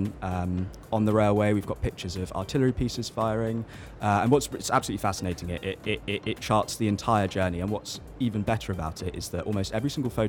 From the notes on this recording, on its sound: Live from SIBF 2022. Live interview from SIBF 2022.